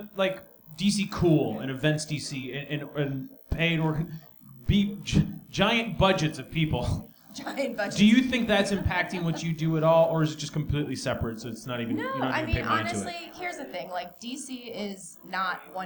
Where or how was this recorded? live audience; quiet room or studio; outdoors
live audience